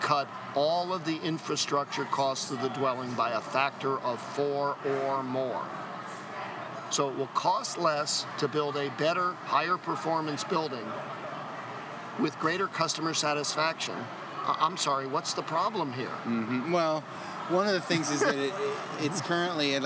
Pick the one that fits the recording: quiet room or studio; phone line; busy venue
busy venue